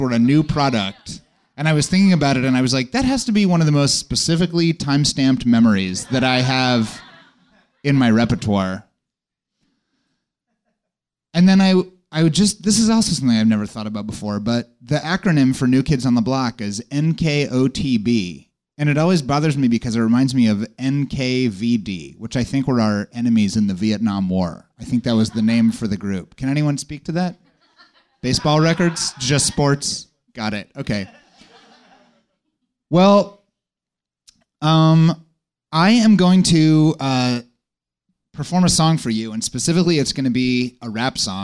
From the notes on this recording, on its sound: Recorded live at the Nerdmelt Showroom.